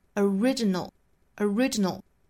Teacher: 所以读的时候重读是在 ri 这个位置